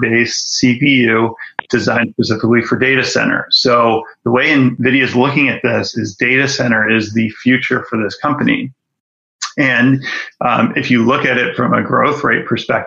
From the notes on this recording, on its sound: Zoom Video